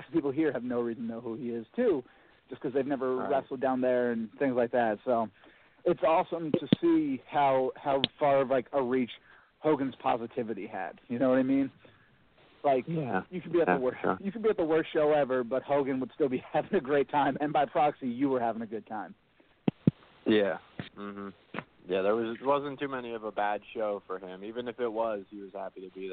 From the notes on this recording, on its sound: calls in to share love